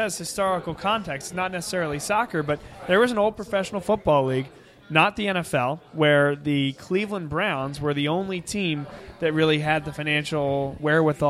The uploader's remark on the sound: Vuvu Soccer Show Live From Villa Capri